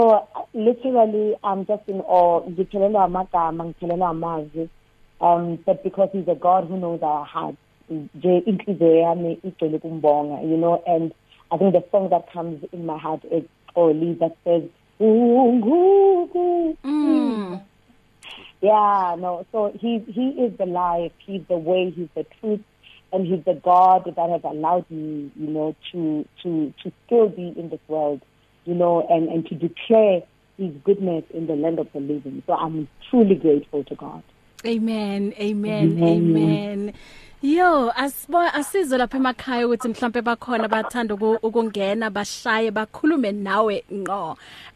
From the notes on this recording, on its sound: Listeners also called